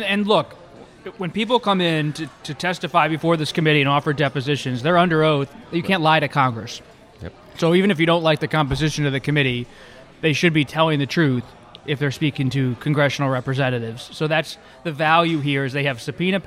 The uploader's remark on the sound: at Chef Geoff's in Washington, DC's West End neighborhood